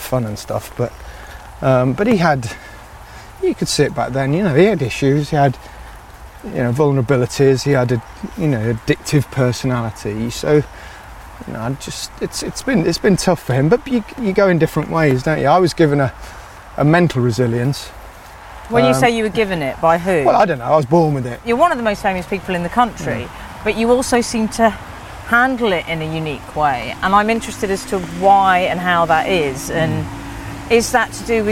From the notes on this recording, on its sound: a ramble on Hampstead Heath